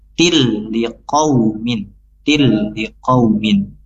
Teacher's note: til liqaumin di sini idgham bila guna tanpa dengung. Tadi masih sedikit ada penahanan.